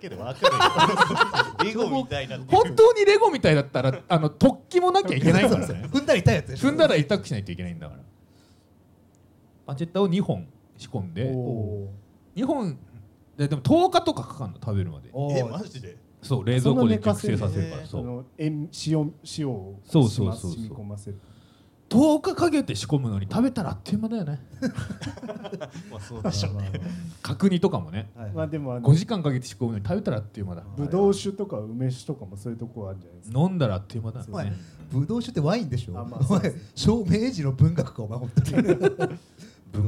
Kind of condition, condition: setting, live audience